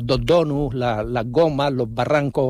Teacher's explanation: la asimilación de la S, implosiva a la consonante sonora que viene a continuación